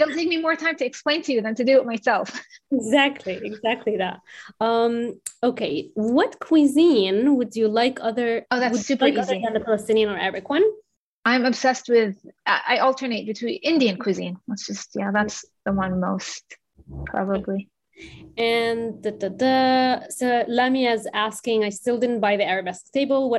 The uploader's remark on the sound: There is a moderated town-hall-style Q&A with questions coming from the live virtual audience on Zoom.